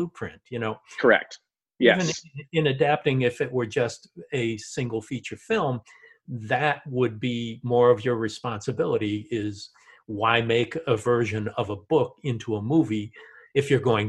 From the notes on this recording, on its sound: Virtual and Live from the 2020 FANTASIA Film Festival earlier this year.